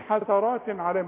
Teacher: ويجي بعده حرف العين ما تغنش ابدا، العين من حروف الاظهار. نقول حسرات عليهم، ما نقولش حسرات، ما تغنش.